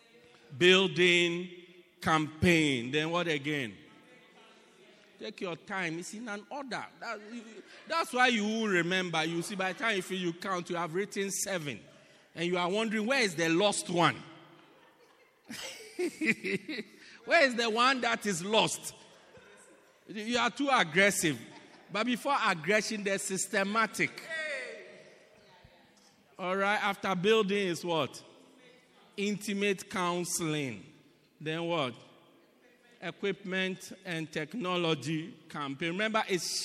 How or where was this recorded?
large echoing room